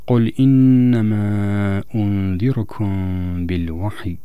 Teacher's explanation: فالمقطع الثلاثي المتطرف الواو كان مفتوحا والحاء ساكنة والياء أيضا ساكنة بسبب الوقف